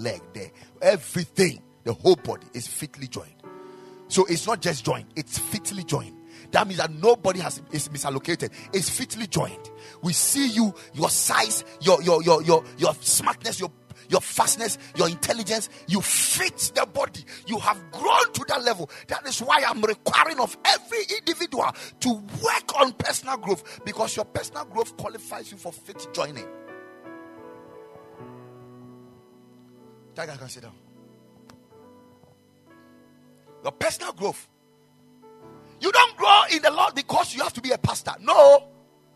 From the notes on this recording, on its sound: Preached at the Ekklesia Chapel.